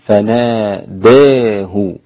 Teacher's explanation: قرأ فناداه هو حمزة والكسائي وخلف بألف ممالة، ألف ممالة بعد الدال، يبقى فناداه هكذا، والإمالة تكون فناداه، فناداه الملائكة.